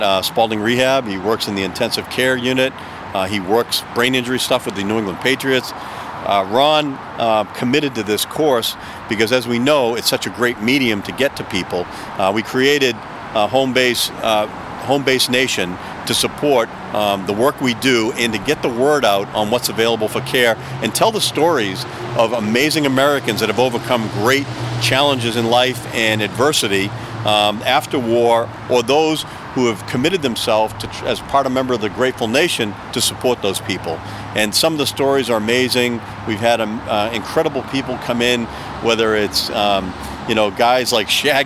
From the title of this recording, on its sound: Takin A Walk in Charlestown Massachusetts